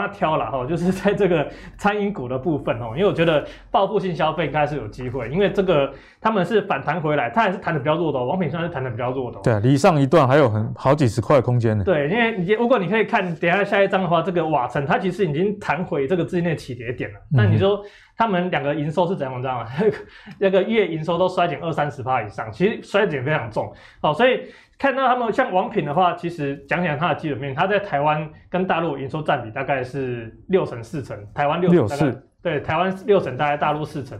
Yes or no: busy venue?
no